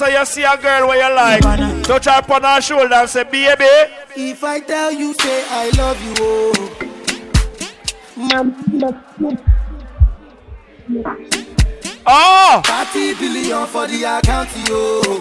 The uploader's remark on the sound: Live audio from Island Saturdays